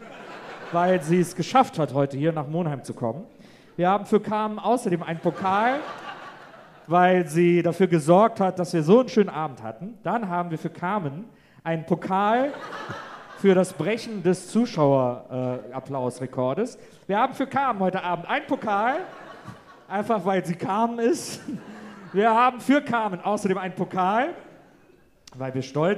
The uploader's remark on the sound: Wie ein U-Boot sind wir in Monheim aus dem Rhein aufgetaucht und haben uns direkt am örtlichen Geysir niedergelassen. Live in Monheim.